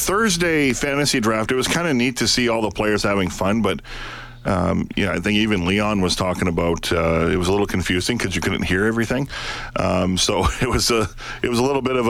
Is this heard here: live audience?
no